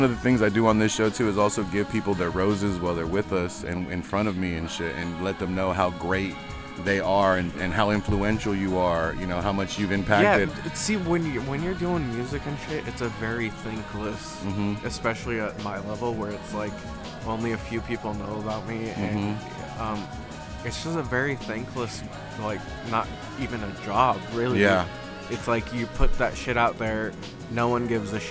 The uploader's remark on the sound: live from Spokeasy